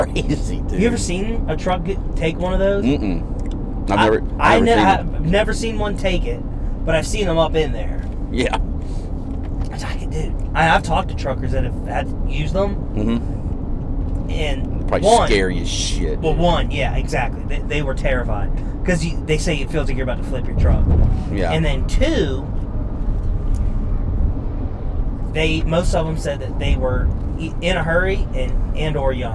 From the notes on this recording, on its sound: LIVE ON THE ROAD! We had a blast doing this episode from the car on the way to the Bristol night race!